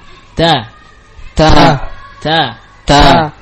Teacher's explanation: Dengan suara yang muraqqaqah, suara yang tipis, karena ta adalah huruf mustafilah.